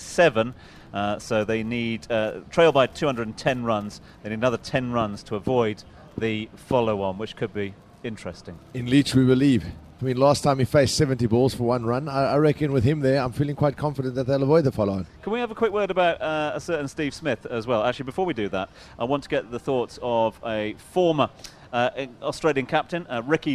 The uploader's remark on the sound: From our original home, Barasti. Live in Abu Dhabi.